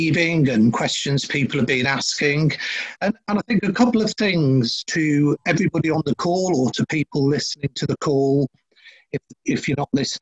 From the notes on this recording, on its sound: This is a recording of a 20-minute webinar